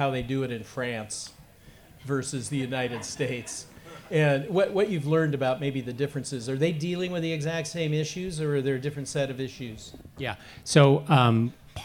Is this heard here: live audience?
yes